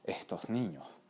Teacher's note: se pronuncia no como S, sino como H cuando queda al final de una sílaba o al final de una frase. Por ejemplo, estos niños se pronunciaría estos niños.